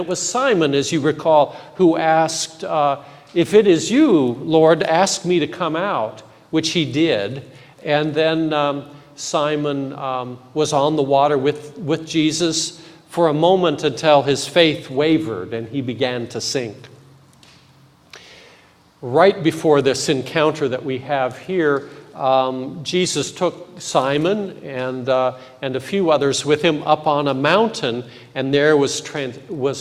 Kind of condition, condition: setting, large echoing room